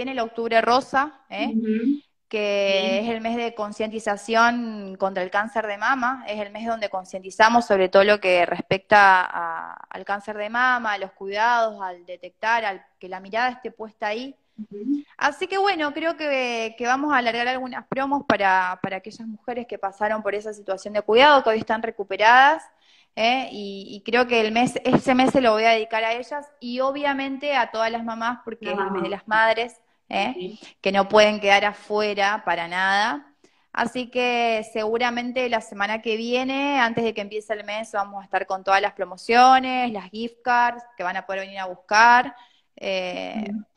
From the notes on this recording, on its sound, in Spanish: nos acompaña en la sesión de Instagram Live